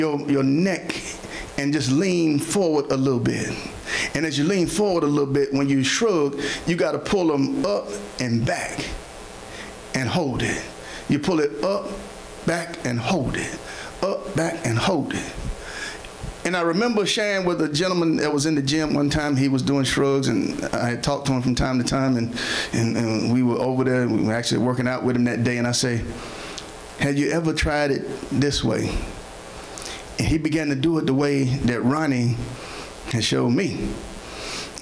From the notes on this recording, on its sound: Sermon preached from Wesley AME Zion Church